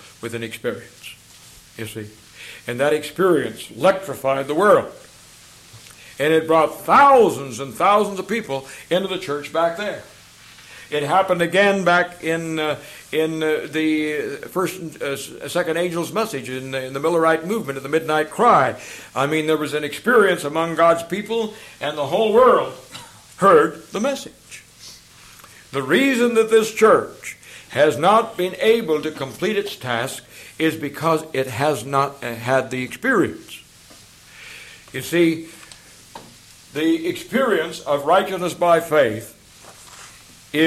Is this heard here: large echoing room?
yes